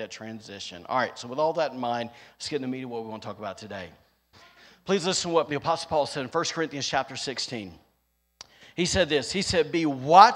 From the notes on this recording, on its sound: recorded on Sunday, June 19th, 2022, during service at The Anchor Church in Rockport, Maine